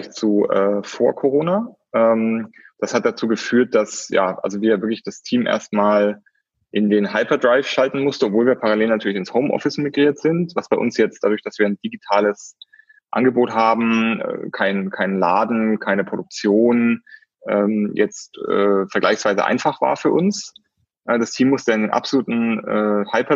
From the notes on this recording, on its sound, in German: Der Podcast ist dieses Mal der Mitschnitt eines Livestreams des Digital Social Summit, der virtuell in Berlin stattgefunden hat.